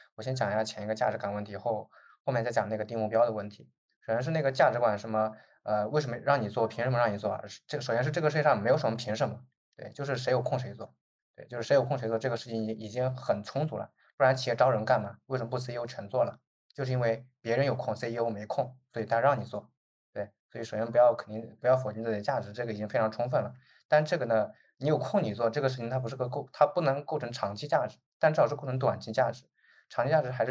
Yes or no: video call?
yes